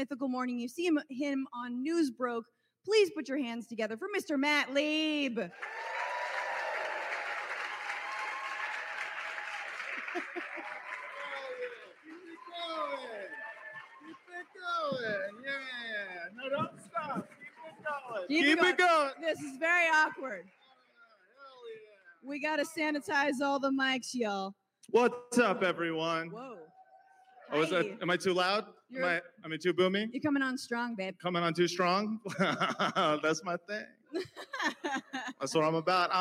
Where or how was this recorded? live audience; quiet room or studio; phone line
live audience